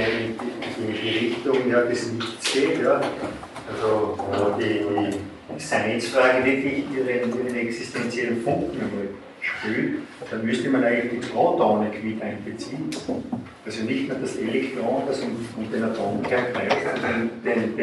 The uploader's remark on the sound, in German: Diese Vorlesung wurde von Studierenden der Universität Wien aufgezeichnet